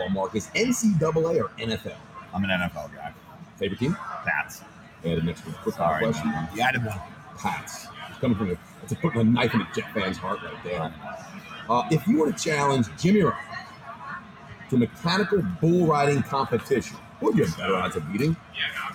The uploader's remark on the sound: LIVE FROM FSTEC. Take the show to the first in-person trade show, FSTEC 2021 where restaurants and technology connect.